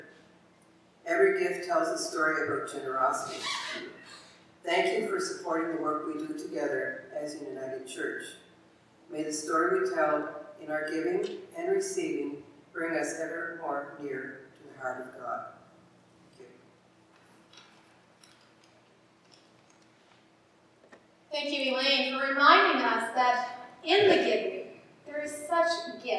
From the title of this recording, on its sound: Live worship service